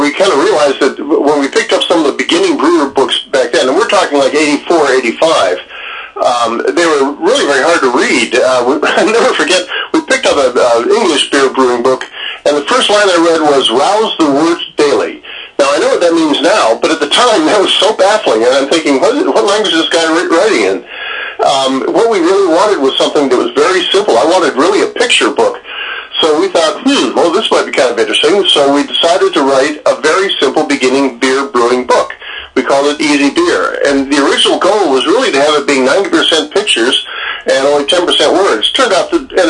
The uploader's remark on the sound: Hit the phones.